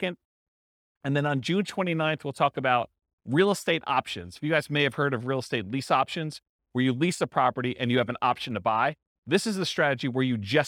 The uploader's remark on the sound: This was a live class recorded